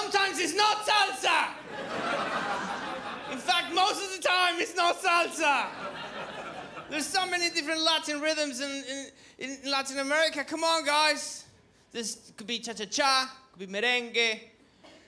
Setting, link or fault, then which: setting, live audience